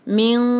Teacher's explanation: وَإِلَى الَّذِينَ مِن جو ہے آسان ہے الحمدللہ، لیکن خیال رہے کہ اخفاء جو ہے وہ صحیح ہو، اور اخفاء کی آواز کو کوشش کریں کہ یہ ہیوی بنے. مِن اور آواز کو ہم دو حرکہ کھینچیں گے.